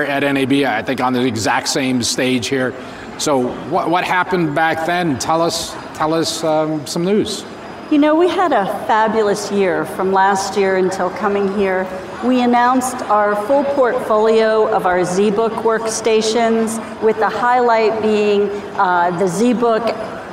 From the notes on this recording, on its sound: 2019 #NABShow Live. Broadcast Beat - Producer of NAB Show LIVE.